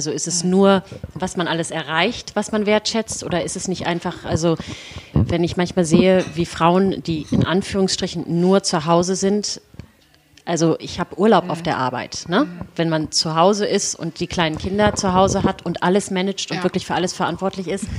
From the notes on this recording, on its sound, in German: Live-Podcast.